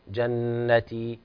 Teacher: جنتي عند الوقف عليها مد طبيعي يعني لا نزيد عن حركتي